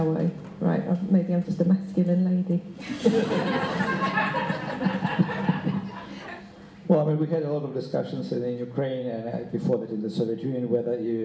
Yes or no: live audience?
yes